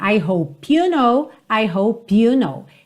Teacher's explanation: Porque hope termina na letra E, mas essa letra E não é pronunciada, então você já vai ligar o P na próxima palavra · Term: ligação natural